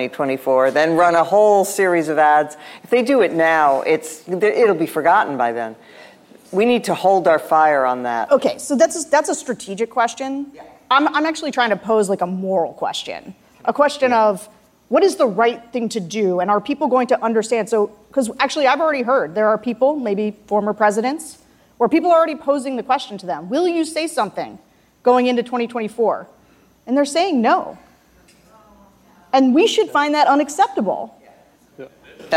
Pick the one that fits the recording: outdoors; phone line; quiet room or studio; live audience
live audience